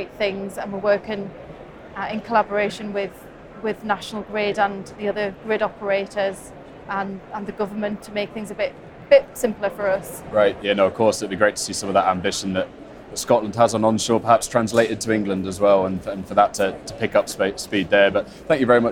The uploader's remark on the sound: The Energy Voice team are at the All-Energy conference this week, the UK’s largest renewable and low-carbon energy exhibition and conference. Dropped by the Energy Voice stand to take part in a live podcast on day one of the All-Energy conference in Glasgow.